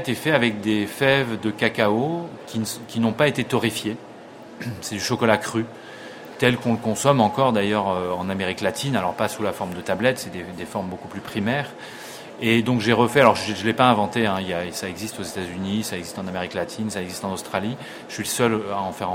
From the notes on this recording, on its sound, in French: A l’occasion du Salon planète durable, parc des expositions de la porte de Versailles à Paris. Nous vous proposons d’écouter l’enregistrement que nous avons fait lors du salon planète durable en Avril 2011.